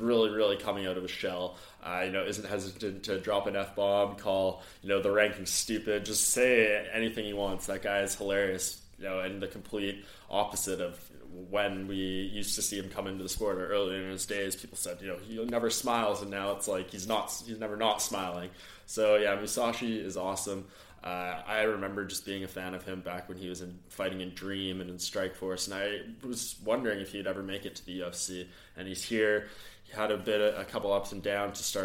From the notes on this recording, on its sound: Octagonside at UFC 204. As the biggest UFC event to hit the UK delivers the goods in front of a sell-out crowd in the early hours of Sunday morning in Manchester.